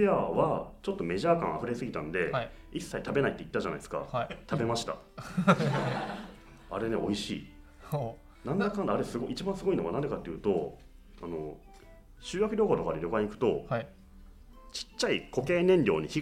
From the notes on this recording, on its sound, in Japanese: 公開収録